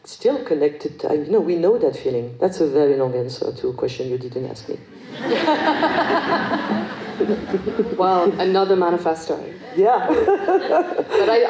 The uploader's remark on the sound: This talk was recorded as part of the two day Forum on Feminist Perspectives, held at Vienna’s Stadtkino in November 2022.